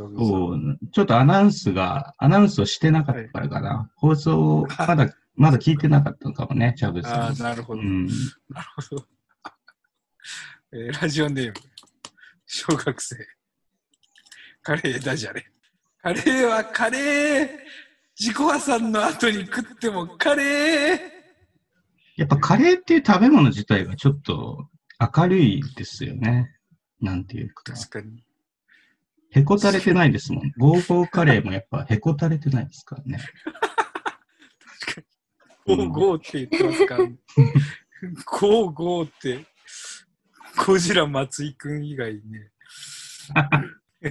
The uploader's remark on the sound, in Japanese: 収録地：それぞれの家や職場（zoom収録）。